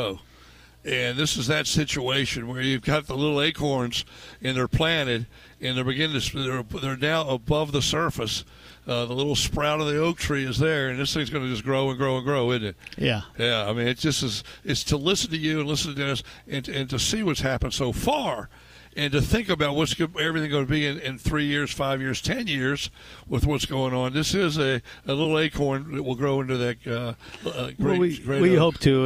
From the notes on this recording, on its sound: record live at the Henrico Sports & Events Center